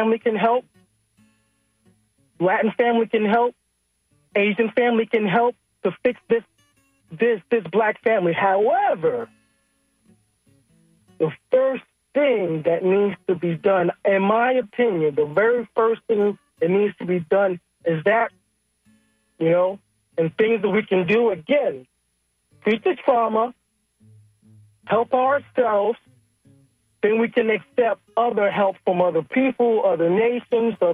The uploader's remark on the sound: unique magazine format call-in show